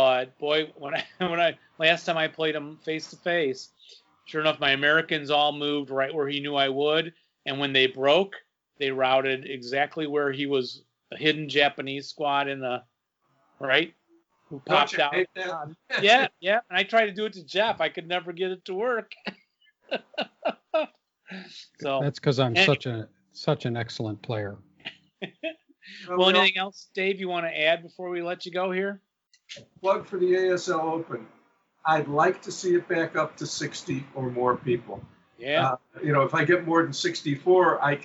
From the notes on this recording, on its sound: We do apologize for the poor audio quality. Covid is taking it's tech toll.